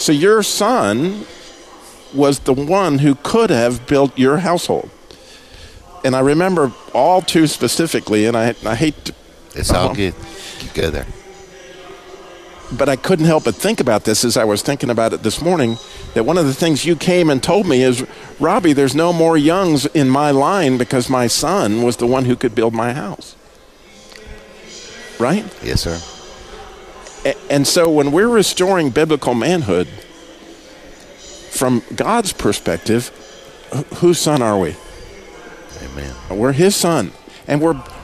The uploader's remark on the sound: Live from 1st Christian Church in Kernersville. The 2020 Mens Summit.